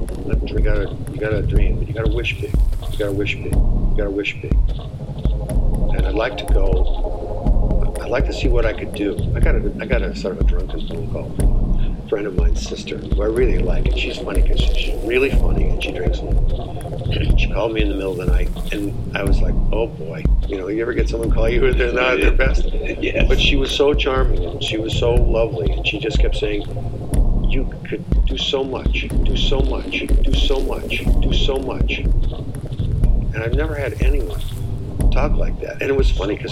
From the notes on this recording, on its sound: Other than the interview all sounds were field recorded at Sunderland Bay, Victoria.